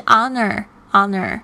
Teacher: 因为这 honor 其实呢，这个 h 是没有发音的哦，不要念成 honor 会很好笑。是 honor，honor。然后这个 a 的发音呢，就是元音开头，所以我们要用 n。没想到这个荣幸是可数的耶，truly anhonor。接下来 Mister Wang 说， We'd like to present you